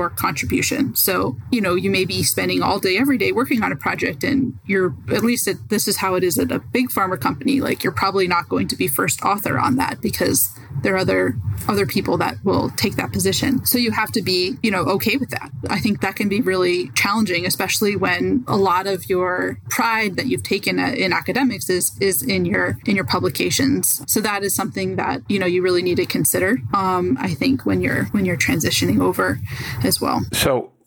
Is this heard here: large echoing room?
no